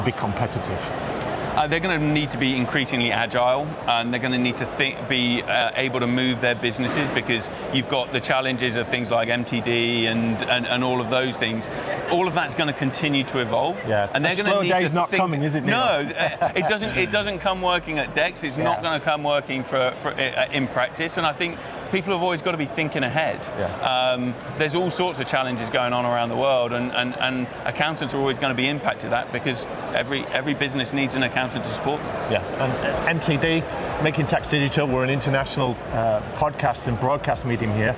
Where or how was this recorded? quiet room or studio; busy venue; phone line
busy venue